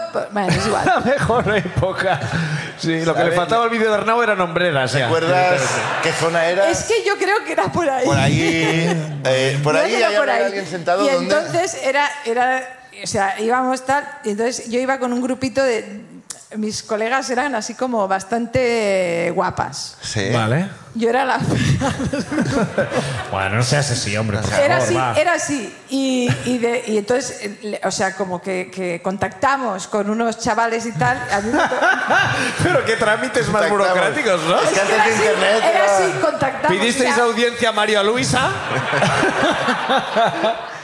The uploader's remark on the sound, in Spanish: desde la Sala Barts de Barcelona